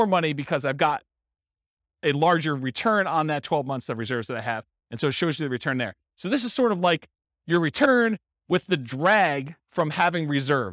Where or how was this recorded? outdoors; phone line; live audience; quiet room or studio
live audience